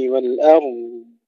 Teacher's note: ترقيق الهمزة ثم تفخيم الراء وتفخيم الضاد مع استطالتها